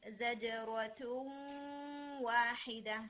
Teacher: جب ہم مرج کریں گے نون کو واو کے ساتھ نا، یعنی زجرۃ واحدہ، تو تھوڑا سا گنا اور کر کے ہم اس کو پڑھیں گے